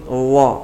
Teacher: الضاء اللي يسمونها المشالة لخروج اللسان لسان مع طرف مع الثنية العليا